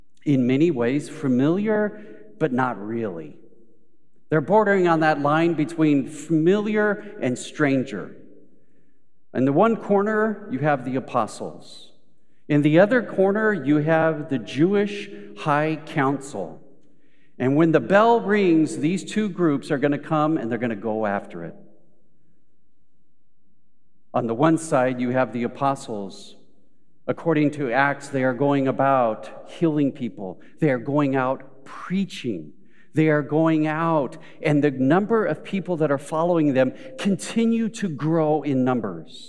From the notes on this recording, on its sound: Recorded live at Beatitudes Church in Phoenix, AZ.